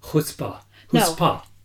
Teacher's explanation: It's deeper in the throat. Yeah. And there's a lot more contact of the soft palate. · Term: The guttural